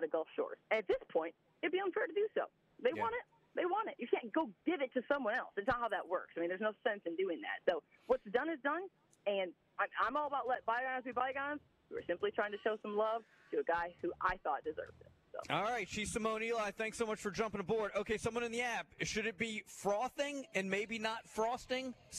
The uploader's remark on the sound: live from the Senior Bowl on a Thursday edition